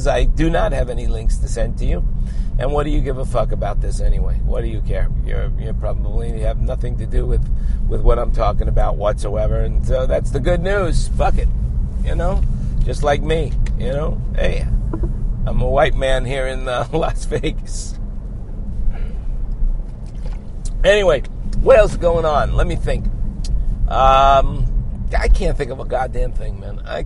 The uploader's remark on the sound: While driving in my car from where I am to where I am going or wherever I happen to be when inspiration hits me to record another podcast.